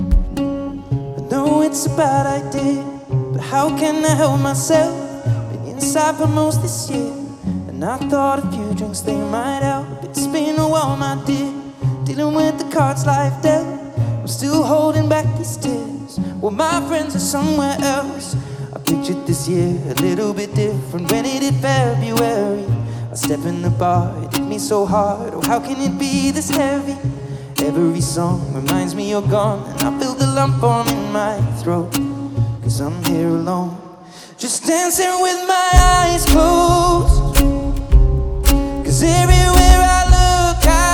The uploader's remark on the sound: First Performance Live in Manchester